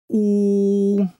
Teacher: щоб вимовити звук У, ми майже стискаємо зуби, витягаємо губи вперед і стуляємо їх трохи, але не дуже міцно